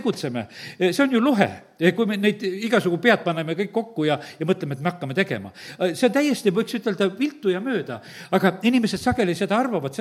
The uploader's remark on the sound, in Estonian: Audio salvestus koosolekult